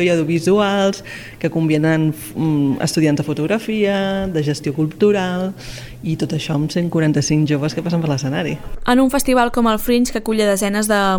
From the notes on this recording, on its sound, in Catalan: Un dia al Festival Fringe de Torroella. A Ràdio Capital ens hem infiltrat en el festival durant un dia i hem parlat amb alguns dels seus protagonistes.